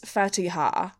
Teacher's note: I think the last syllable gets the stress